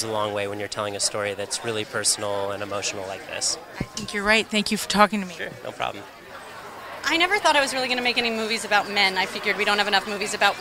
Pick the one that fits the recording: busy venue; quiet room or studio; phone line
busy venue